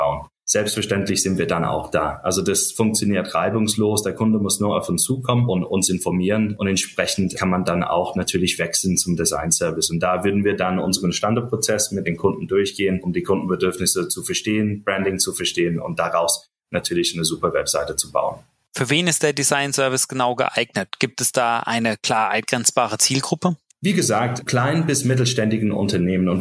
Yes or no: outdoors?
no